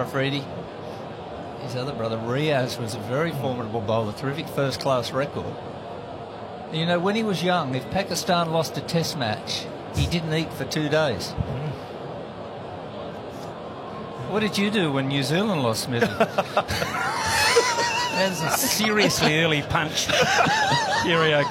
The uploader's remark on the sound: Live on the 27th of December at Shotkickers